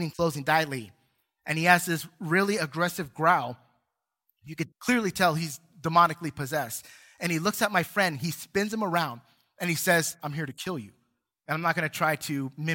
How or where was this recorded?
large echoing room